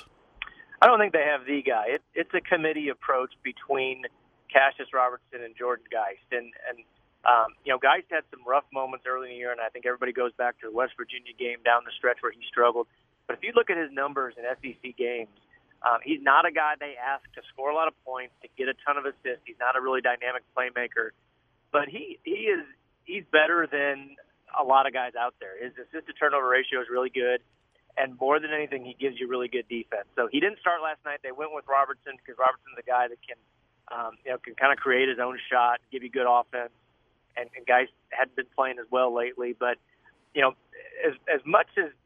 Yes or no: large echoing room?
no